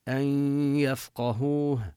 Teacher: ندغم النون بالياء إدغاما بغنة، هو إدغام ناقص لذلك لم يشدد الياء، لأن الغنة التي هي للنون بقيت.